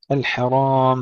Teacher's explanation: ترقيق الحاء وتفخيم الراء جيدا